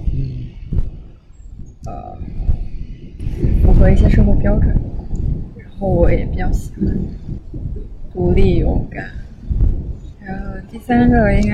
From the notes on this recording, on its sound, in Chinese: 本期节目在户外录制，所以杂音可能比较多，请听众朋友见谅。